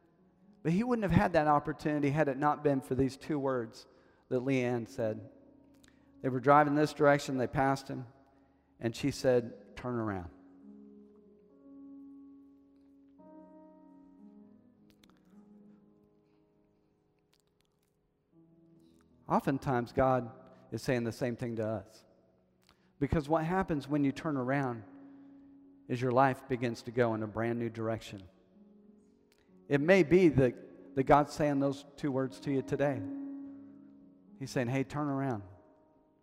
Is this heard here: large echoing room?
yes